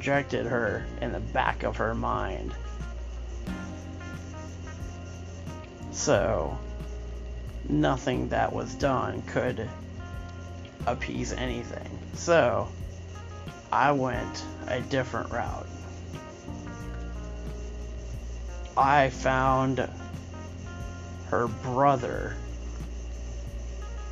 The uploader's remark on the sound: Please forgive the technical difficulties